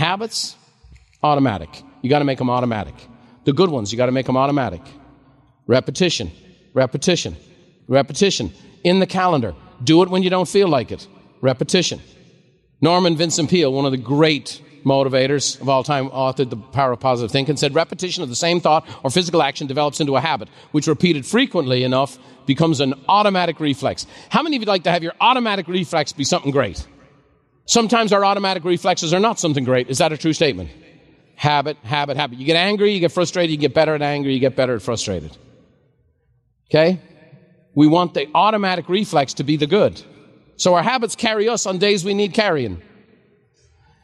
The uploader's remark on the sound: a special live recording